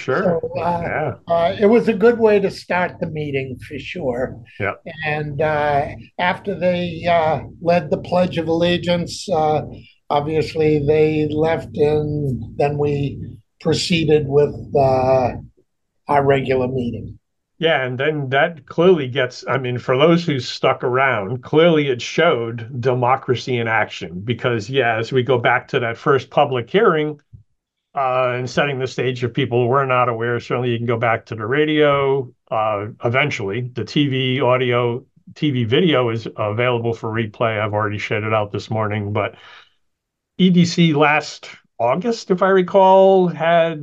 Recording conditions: video call